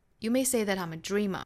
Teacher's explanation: 尤其像 that 这样的词要做弱读成 the，元音变化了